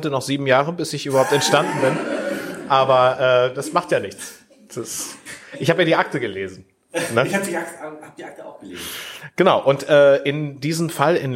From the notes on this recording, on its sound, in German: Blumenkrieg in Lüchow (Live Aufnahme). Zu Gast in Lüchow und haben vor Ort Live diese Folge aufgenommen.